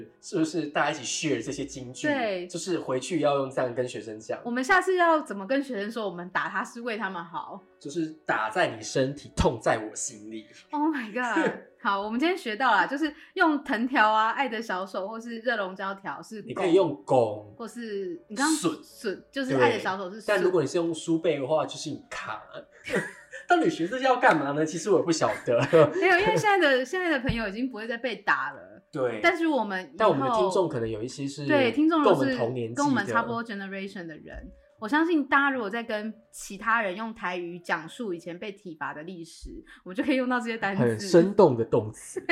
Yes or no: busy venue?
no